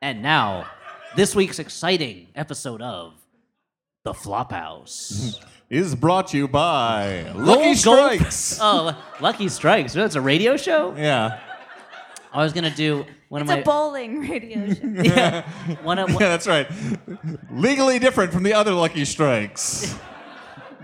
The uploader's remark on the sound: We continue to exploit our vault of unreleased live shows